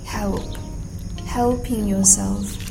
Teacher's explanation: 它的元音是 a，短元音 a，那后面有一个 darkl